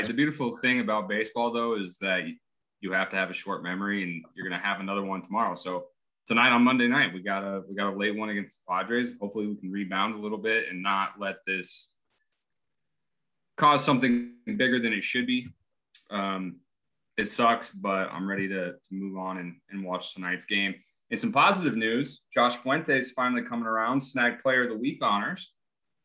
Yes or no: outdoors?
no